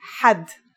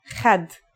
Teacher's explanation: According to phonetic charts, Ha is pronounced in a deeper part of the throat than Kha. Listen and repeat.